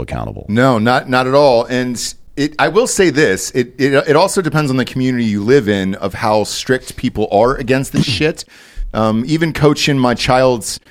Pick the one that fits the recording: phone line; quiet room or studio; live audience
quiet room or studio